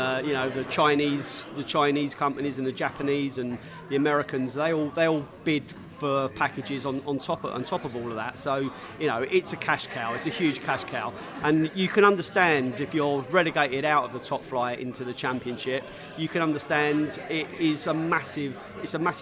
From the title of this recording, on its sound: Podcast from the Pub